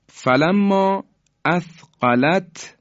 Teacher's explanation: تی دو نقطه در دال ادغام میشه